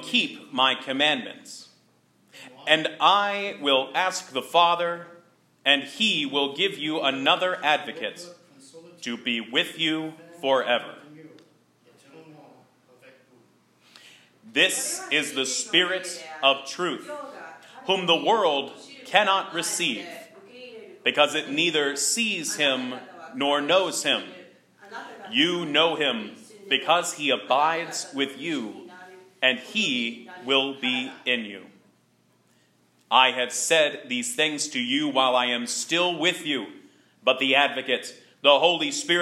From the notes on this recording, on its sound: Sermon preached at Good Shepherd Evangelical Lutheran Church in Lexington, VA